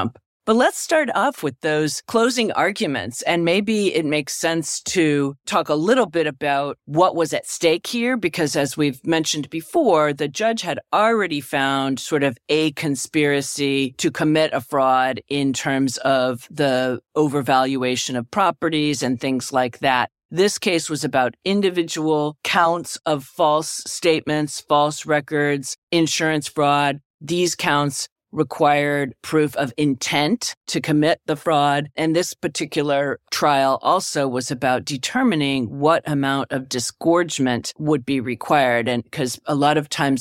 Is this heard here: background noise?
no